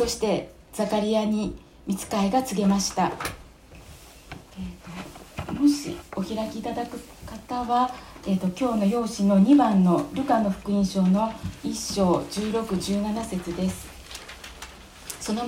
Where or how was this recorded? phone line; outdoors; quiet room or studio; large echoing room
large echoing room